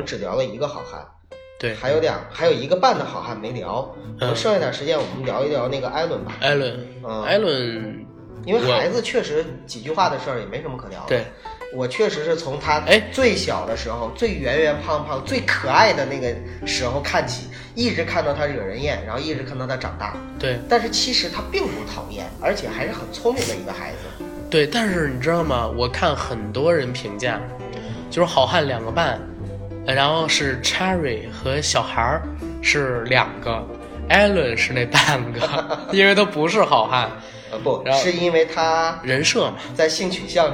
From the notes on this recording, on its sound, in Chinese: 录制中主播因病出现多次咳嗽等杂音。